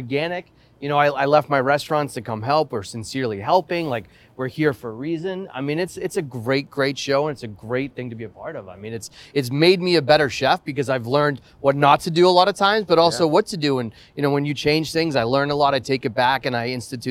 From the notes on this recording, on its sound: Live On Set. On the set of season 8.